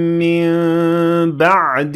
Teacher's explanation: Noon being followed by Ba turns the Noon into a Mim with Ghunna of two Harakat · Term: Iqlab